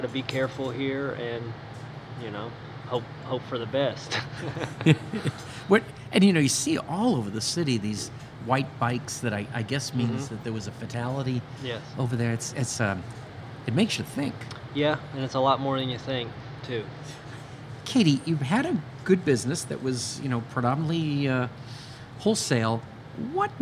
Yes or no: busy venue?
yes